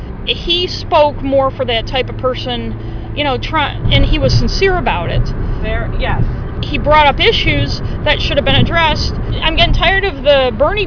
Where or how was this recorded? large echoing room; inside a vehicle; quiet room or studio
inside a vehicle